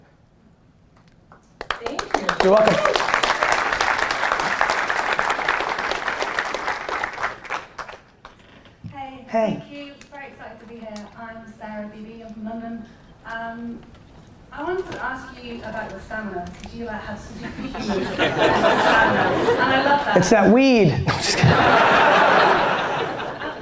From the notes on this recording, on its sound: one of my all-time keynotes at South By Southwest in 2016